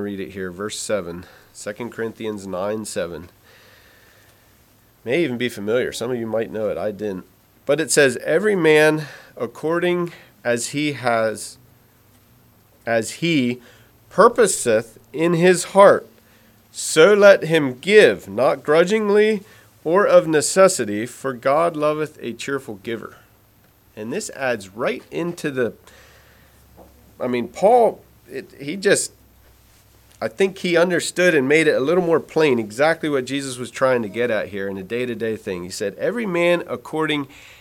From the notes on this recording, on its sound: Message preached at Word of Hope on March 12, 2023